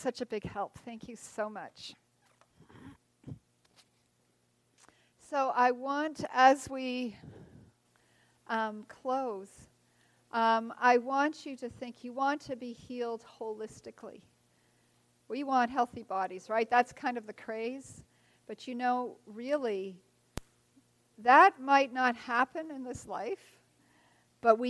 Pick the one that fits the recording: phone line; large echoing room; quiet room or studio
large echoing room